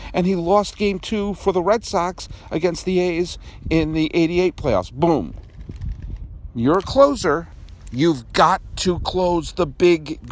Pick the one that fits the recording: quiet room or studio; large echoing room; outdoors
outdoors